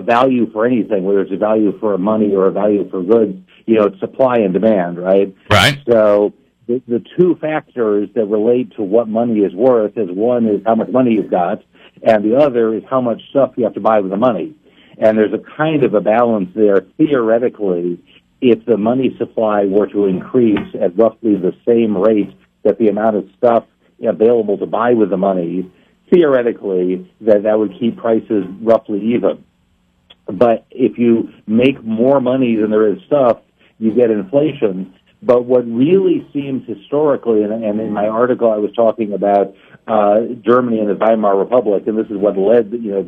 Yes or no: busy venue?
no